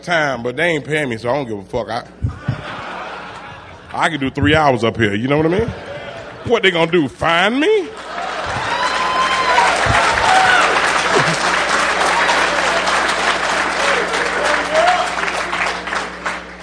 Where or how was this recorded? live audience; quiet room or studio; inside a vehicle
live audience